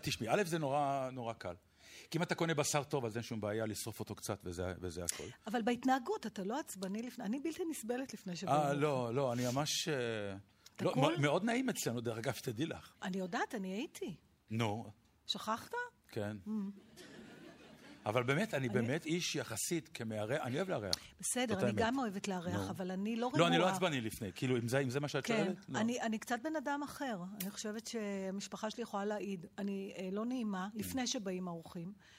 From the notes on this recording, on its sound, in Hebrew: הרפתקה מחוץ לאולפן באולם הקאמרי 4 רגע לפני ליל הסדר 2012. התכנית הוקלטה מול קהל של כ-200 ממאזיני "ציפורי לילה עושות עניין".